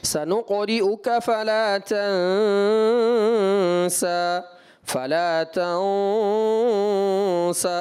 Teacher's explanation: یہ غنہ جو ہے باریک رکھنا تھا آپ کو، کیونکہ غنہ کے بعد پر حرف جب آتا ہے نا تب اس کو اہل عرب پر کرتے ہیں غنہ کو، لیکن یہاں پر غنہ کے بعد جو سبب آ رہا ہے سین کا اخفا کا، تو وہاں پر آپ نے غنے کو باریک رکھنا ہے.